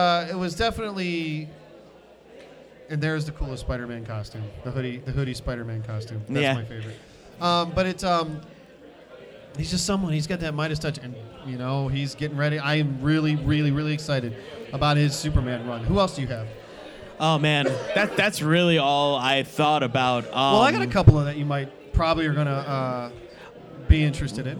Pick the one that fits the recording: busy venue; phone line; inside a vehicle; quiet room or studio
busy venue